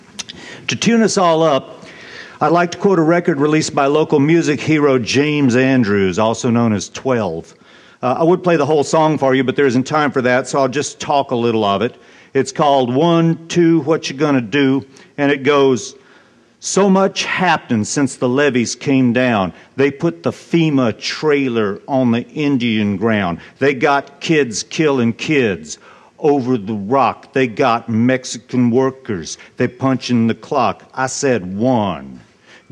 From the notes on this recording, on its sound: Keynote address at Zócalo’s conference on Race and Immigration in Post-Katrina America.